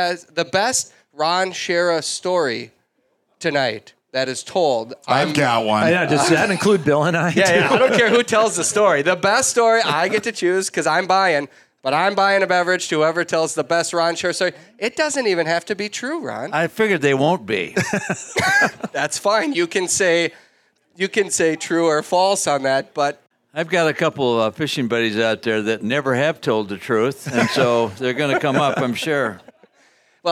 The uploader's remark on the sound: Live from Bear Cave Brewing in Hopkins, MN the entire Flush crew celebrates the start of a new hunting season answering questions from viewers and listeners, while sippin’ drinks with an audience of hunters.